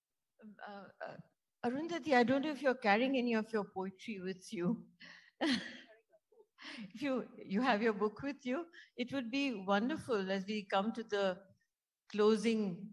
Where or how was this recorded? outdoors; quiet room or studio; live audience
live audience